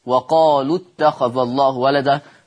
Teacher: أما عند الوصل وقالوا اتخذ الله ولدا فحذفت الواو المدية